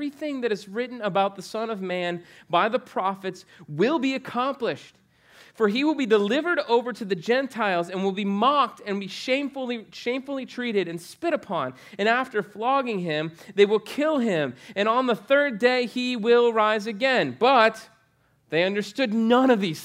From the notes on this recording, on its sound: preached on November 8, 2015 at Veritas Short North